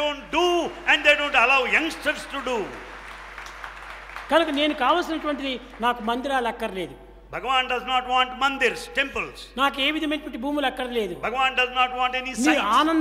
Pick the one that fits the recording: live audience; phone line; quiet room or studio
live audience